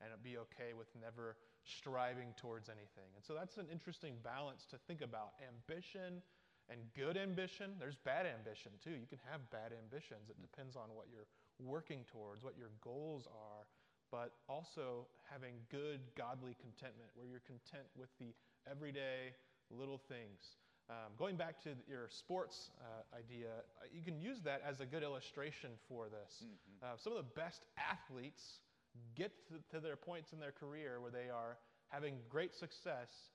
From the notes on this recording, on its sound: This week's podcast is a recording of the chapel talk. Ripon Christian High School.